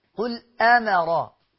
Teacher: تجد أن الهمز مرقق